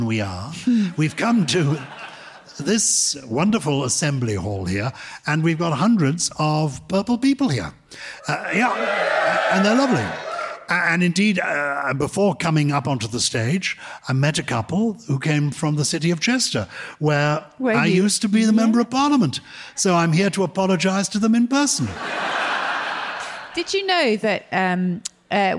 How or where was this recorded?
live audience